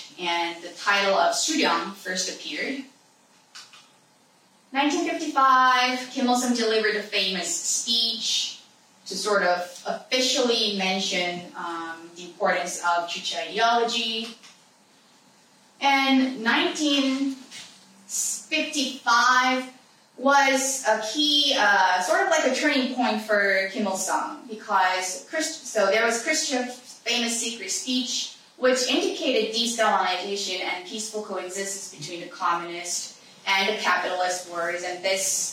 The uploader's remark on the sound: This event was streamed live at The Institute of World Politics, D.C.